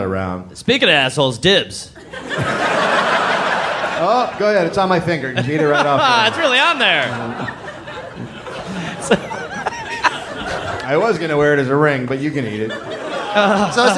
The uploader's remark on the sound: Live